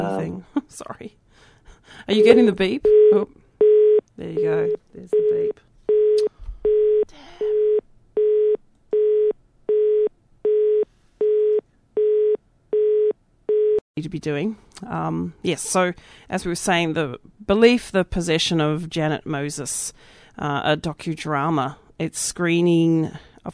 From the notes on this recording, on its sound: speaks over the phone to film maker